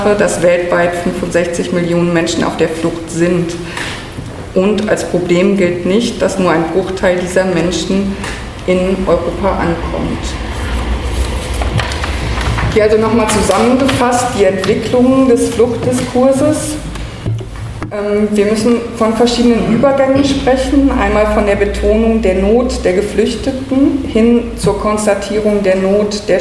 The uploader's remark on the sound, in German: Die zweite Sendung bildet ein Mitschnitt des Vortrags. Im Peter-Weiss-Haus.